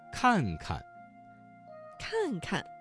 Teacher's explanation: 这个词当中第二个看字读成了轻声